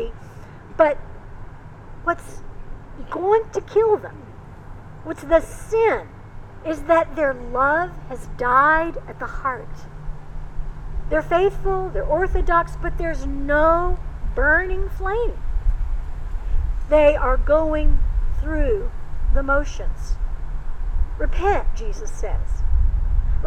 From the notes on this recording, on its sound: Recorded outside. Coming to you from Old South Presbyterian Church in Newburyport, MA.